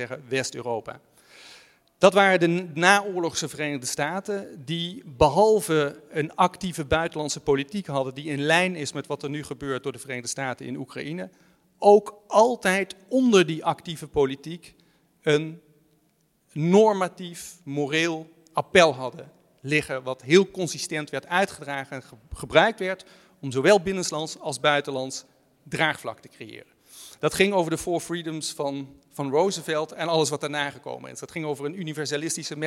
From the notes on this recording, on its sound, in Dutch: Een speciale Buitenlandse Zaken , live vanuit de Stadsschouwburg Amsterdam.